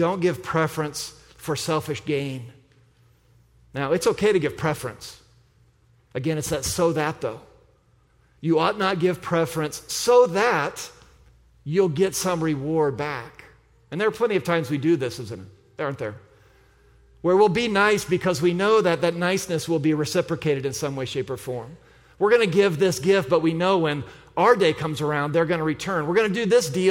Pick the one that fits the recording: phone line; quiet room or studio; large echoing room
large echoing room